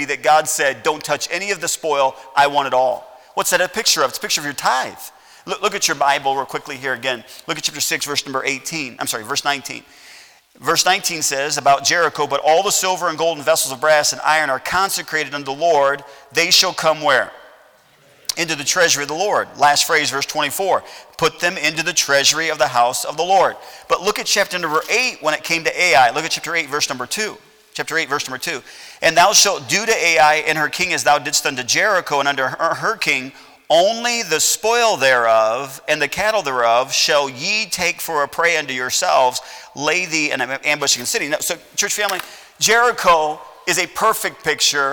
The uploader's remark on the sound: at Heritage Baptist Church, Lawrence Kansas